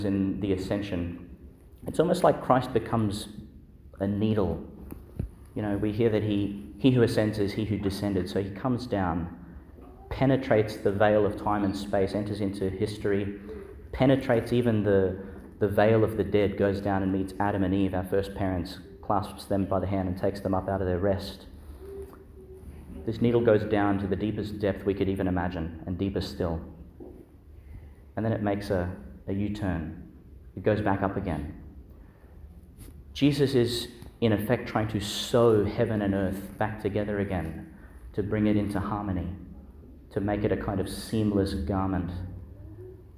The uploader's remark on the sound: delivered in Our Lady to Star of the Sea, Qld.